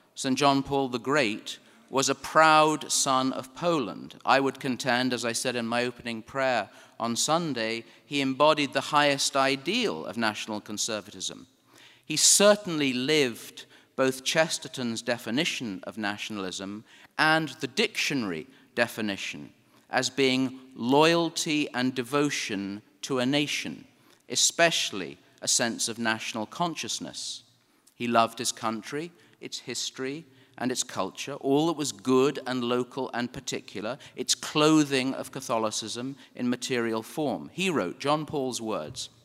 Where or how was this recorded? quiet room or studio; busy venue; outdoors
busy venue